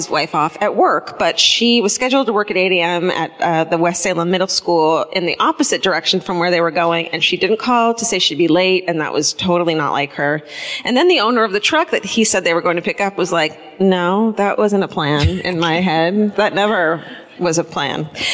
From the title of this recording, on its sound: Live at the Riverside Theater in Milwaukee